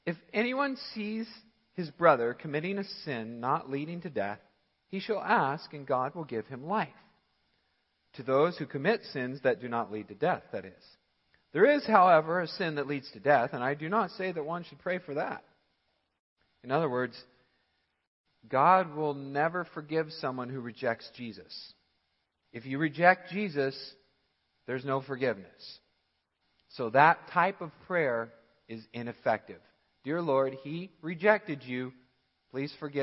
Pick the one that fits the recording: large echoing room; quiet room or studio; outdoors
large echoing room